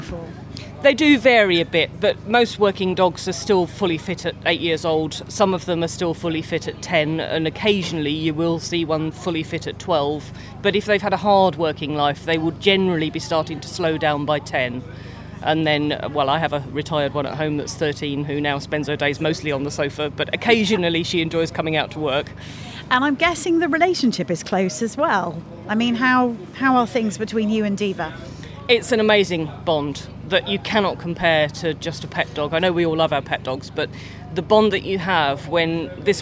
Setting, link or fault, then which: fault, wind noise